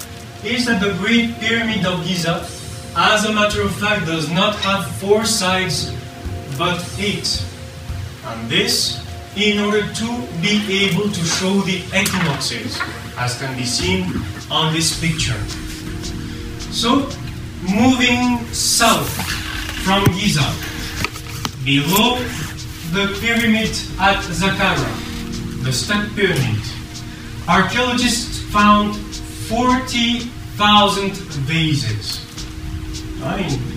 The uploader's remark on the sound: Part 1 of the Atlantis lecture hosted at Ottawa Public Library.